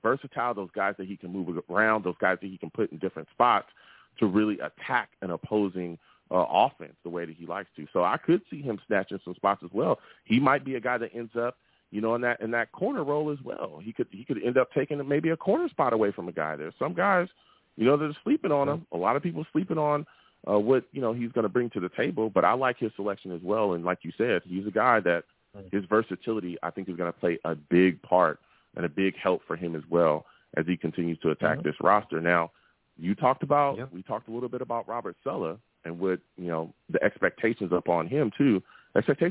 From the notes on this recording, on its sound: I take live callers!